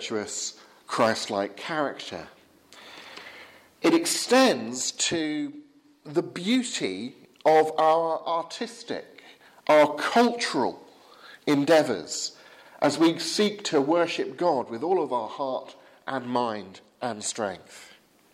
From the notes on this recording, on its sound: from the 8 am service at Highgfield Church Southampton, Sunday 16th October 2016.